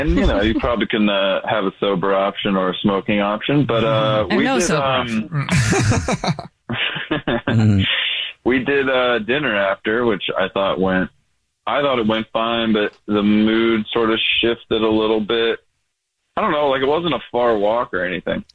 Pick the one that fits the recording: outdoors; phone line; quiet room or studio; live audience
phone line